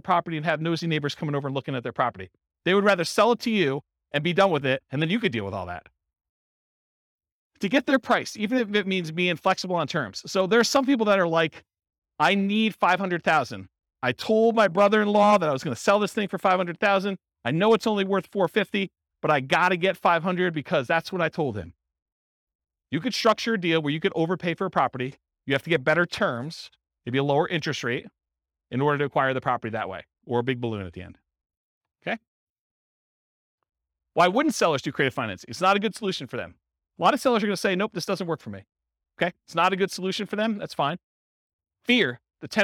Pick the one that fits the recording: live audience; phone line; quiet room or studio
live audience